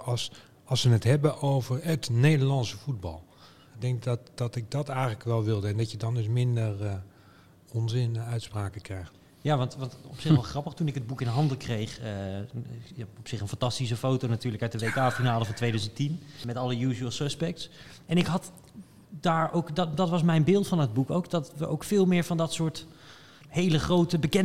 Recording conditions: busy venue